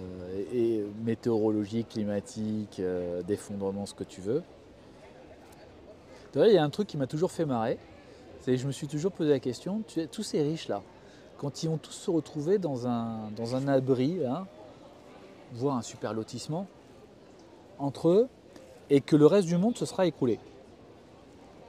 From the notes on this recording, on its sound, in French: Cet épisode a été enregistré au Jardin du Luxembourg à Paris. Micros Rode Wireless Go II et application Rode Connect (Mac OS).